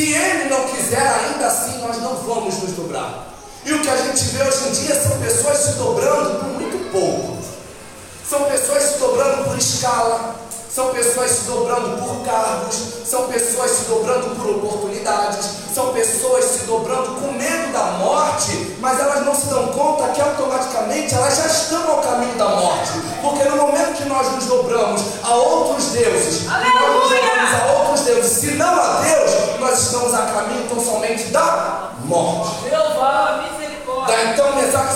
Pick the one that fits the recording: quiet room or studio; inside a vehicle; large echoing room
large echoing room